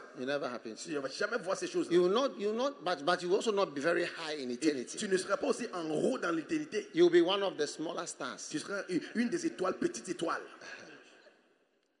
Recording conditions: live audience